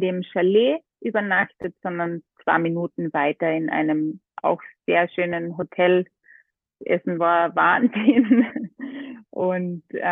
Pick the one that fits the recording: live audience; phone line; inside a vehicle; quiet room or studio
phone line